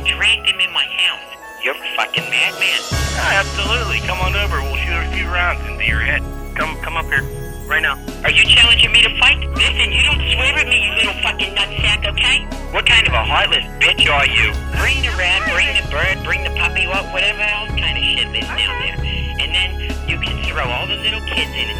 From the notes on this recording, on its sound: Prank Phone Calls